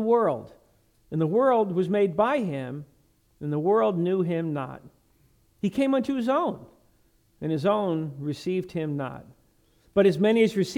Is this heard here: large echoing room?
yes